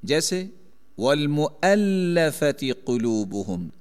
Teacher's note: حمزہ مفتوح ہے، ضمہ کے بعد ہے، یہاں مؤلف کی بجائے مولف واو مفتوح میں بدلیں گے